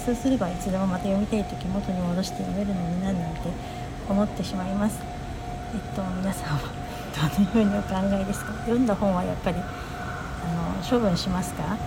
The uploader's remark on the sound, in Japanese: 初めて駅で収録しました。最後電車がホームに入ってきたので聞き苦しくなってすみません。